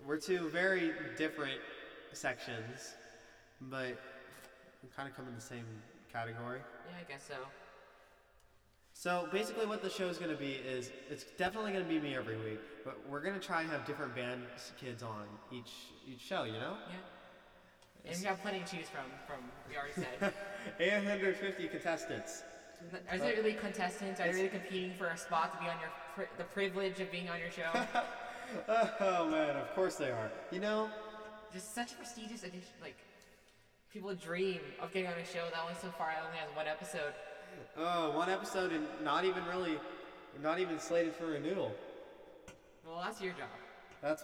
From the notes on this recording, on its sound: Sorry for the terrible echo, it was definitely unintentional.